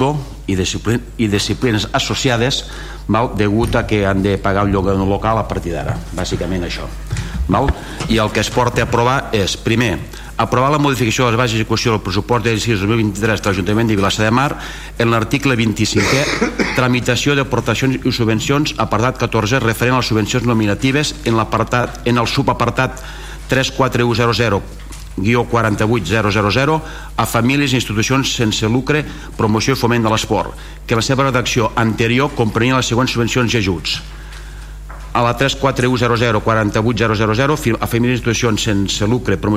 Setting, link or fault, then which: setting, large echoing room